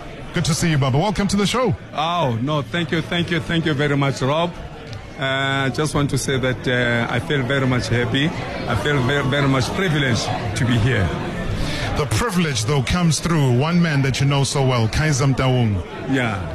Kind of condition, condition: setting, busy venue